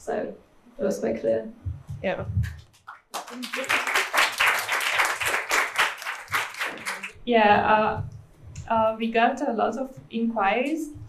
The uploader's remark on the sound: The roundtable was recorded at our fantastic crowdfunding launch Party in Paris